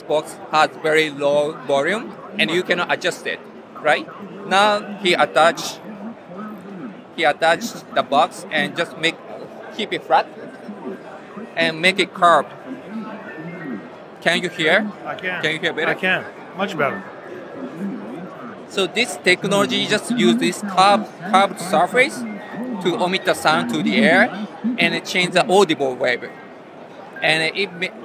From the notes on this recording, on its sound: In Las Vegas at Showstoppers at CES , we saw and heard a demo of the technology behind the Marai speaker from SoundFun that was more than surprising. Audio demos are always difficult in a conference environment.